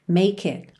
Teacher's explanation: A gente junta make it pelo K.